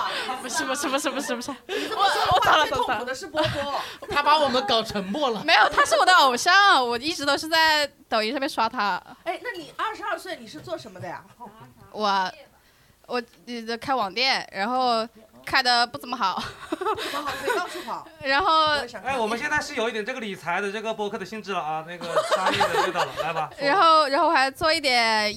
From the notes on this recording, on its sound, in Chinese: 第一次带观众录制